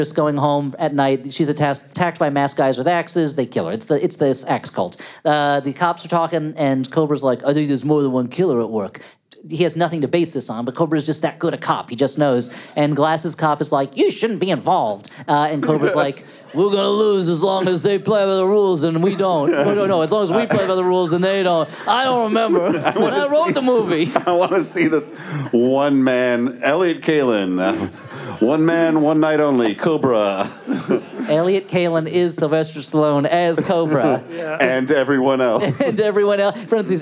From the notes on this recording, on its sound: We're giving you one more live show from our recent west coast tour, before returning to regular "in studio" episodes next week. Recorded live at the Rio Theater in Vancouver, British Columbia.